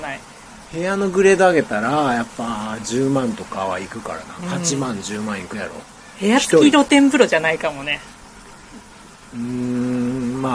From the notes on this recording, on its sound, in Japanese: 公園で収録したのでノイズ多め、ご容赦ください。